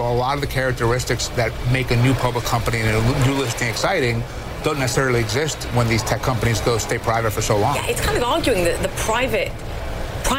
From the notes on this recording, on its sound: live from the New York Stock Exchange